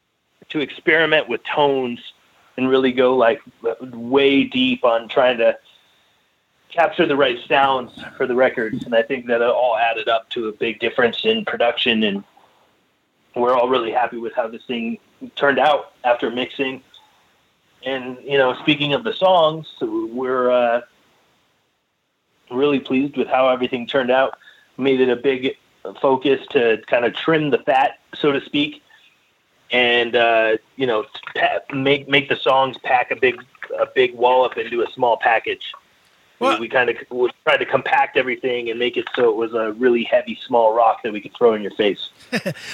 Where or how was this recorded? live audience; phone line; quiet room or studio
phone line